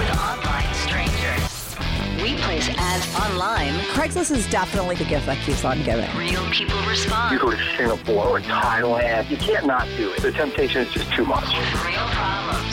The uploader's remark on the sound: she called in to talk all about it